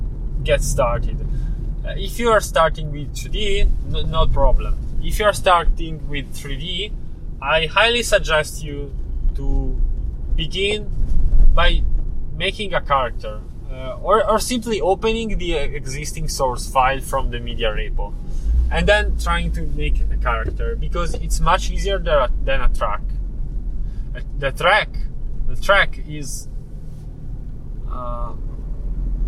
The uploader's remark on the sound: This time I tried a "car rambling podcast", where I record while I drive and stop the recording only when reaching the destination